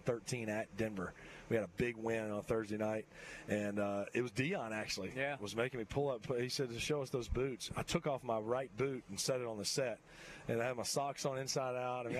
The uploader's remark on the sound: High School Gameday at St. Michael. LIVE at SMCHS!